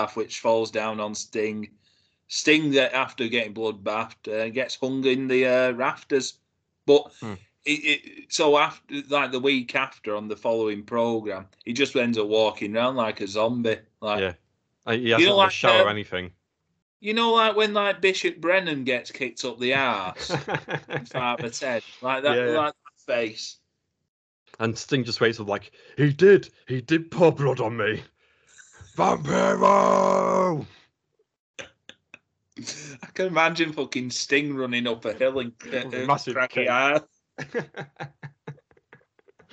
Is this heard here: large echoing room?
no